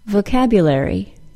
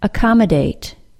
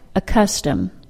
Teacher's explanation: the C or CC is pronounced as a single K sound